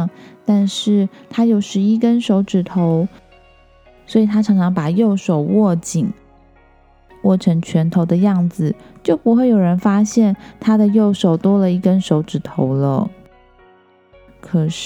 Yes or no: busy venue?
no